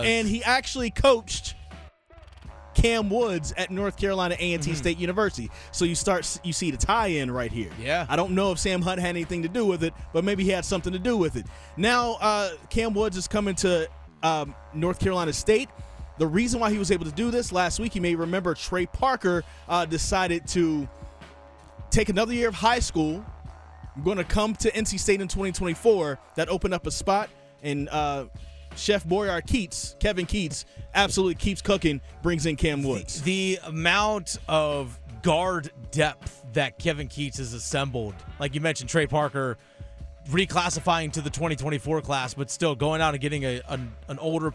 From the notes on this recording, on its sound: a live update from The Big Rock Fishing Tournament in Morehead City, NC